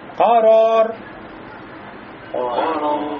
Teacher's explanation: в конце допускается колебание, называется такрор. Но этот такрор должен быть всего лишь один раз, не больше. То есть нельзя сказать корор.